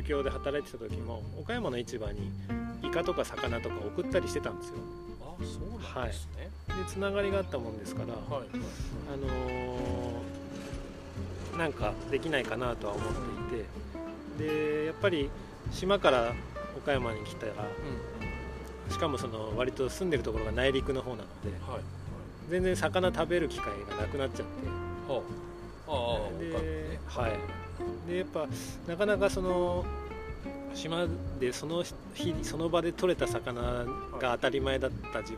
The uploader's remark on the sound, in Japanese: まちなかの川べりで収録しているので、虫の声や路面電車の音などが入っております。